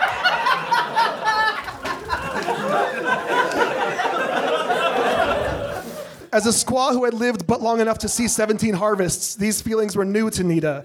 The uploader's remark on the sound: Recorded at Nerdmelt Theater on 8.12.12.